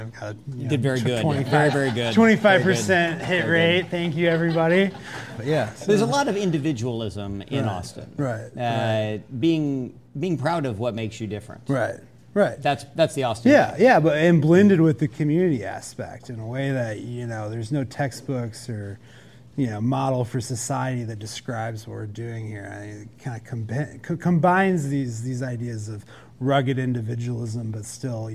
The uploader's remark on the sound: Recorded for a live audience at Capital Factory.